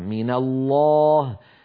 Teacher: فلا بد للألف فيه أن تكون مفخمة، ولا يصح أن يقول القائل من الله هكذا مرخية.